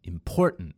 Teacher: In the third word, important, which is also incorrect, I emphasize the third syllable, tent. So the correct pronunciation was when I put emphasis on the middle syllable, important.